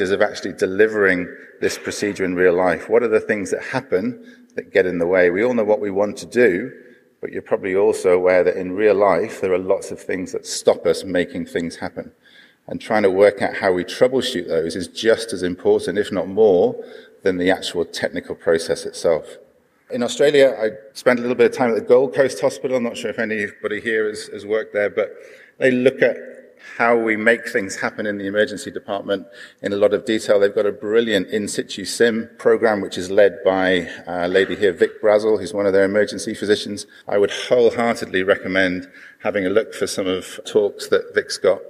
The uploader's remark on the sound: This episode of the podcast is a live recording from the PREMIER Conference.